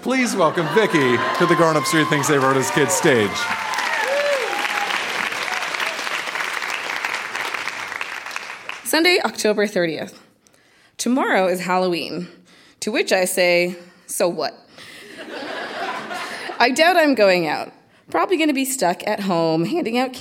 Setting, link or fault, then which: setting, live audience